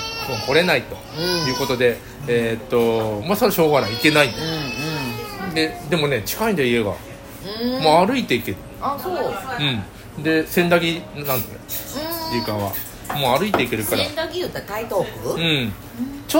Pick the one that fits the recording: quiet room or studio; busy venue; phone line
busy venue